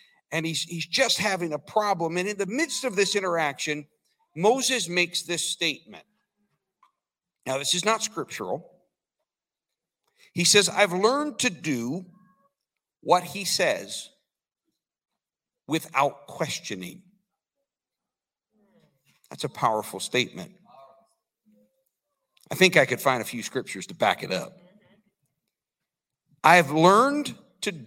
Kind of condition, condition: setting, large echoing room